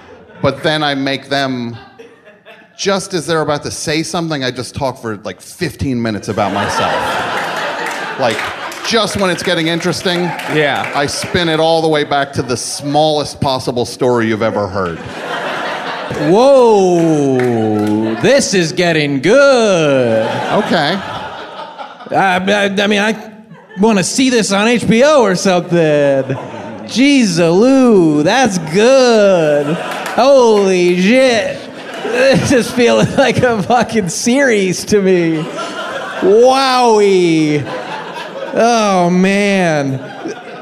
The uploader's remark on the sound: appear in front of a live audience